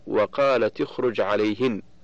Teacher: ومثال التاء قوله تعالى وقالت اخرج عليهن في سورة يوسف وليس غيره في القرآن، فتاء التأنيث في وقالت ساكنة التقت بالخاء من اخرج وهي ساكنة أيضا، فحركت التاء بالكسر للتخلص من التقاء الساكنين